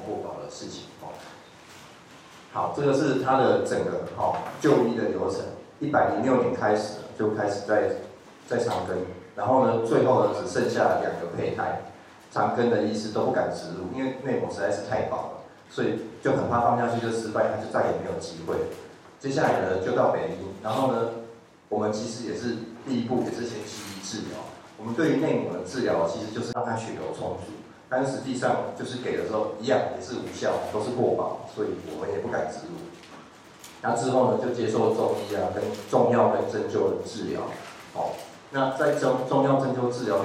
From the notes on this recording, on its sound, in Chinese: 當天只有用手機錄音，有些背景雜音請見諒。